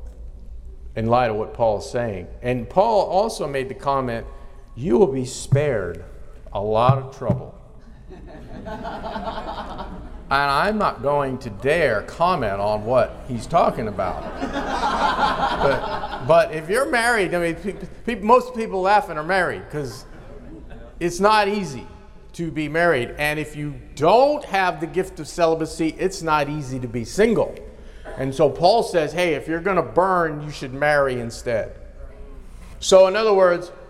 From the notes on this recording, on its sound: in a live conference